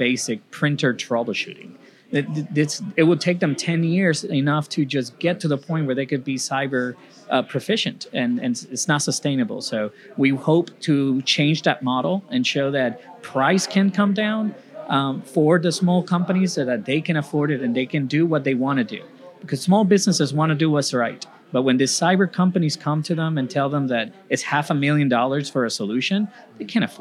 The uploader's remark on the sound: Recorded live at the 2023 Make More Manufacturing Summit , hosted at the iconic Dr. Phillips Center for the Performing Arts .